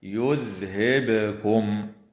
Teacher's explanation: كما يفعل بعض المبتدئين خطأ فيقرؤون خطأ هكذا يذهبكم، وهذا خطأ، والصواب القراءة بإسكان الباء مقلقلة